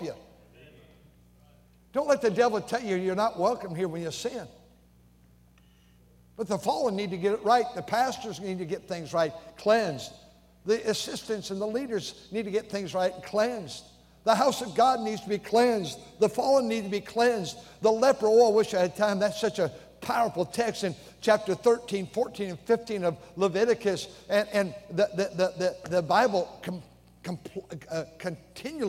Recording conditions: large echoing room